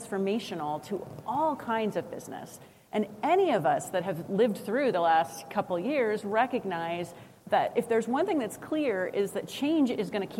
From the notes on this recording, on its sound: Live with SAP from the HR Technology Conference